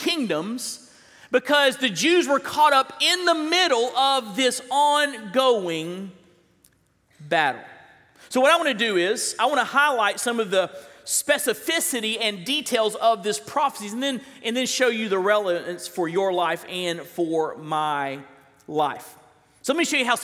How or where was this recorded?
large echoing room